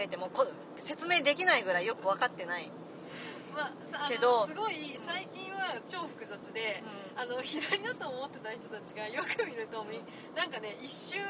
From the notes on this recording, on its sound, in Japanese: の最終日を見てトークショーも見てきた当日の車内で無計画に収録したよ！車の中の雑音やナビの音が入っていて臨場感があります。。。突然始まっていろいろしゃべって突然終わるライブ感満載な回になっています。